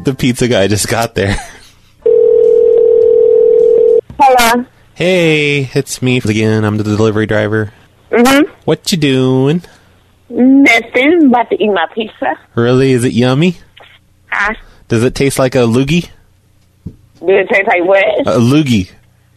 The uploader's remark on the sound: …'s Personal Prank Phone Calls Collection.